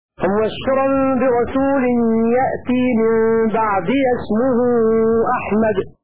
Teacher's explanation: قرأ شعبة مبشرا برسول يأتي من بعد اسمه أحمد، هكذا فتح الياء وصلا وإسكانها وقفا. فقرأ حفص بالإسكان في الحالين إلا أنها حذفت لالتقاء الساكنين وصلا.